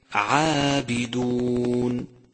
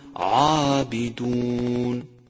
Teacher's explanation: يجب ترقيقه وعدم ضمه إذا وقع قبل الألف · Shown in: first take